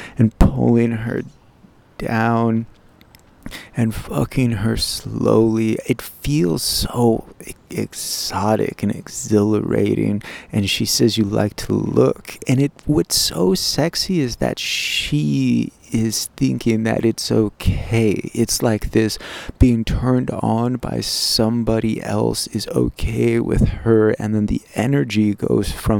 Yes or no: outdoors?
yes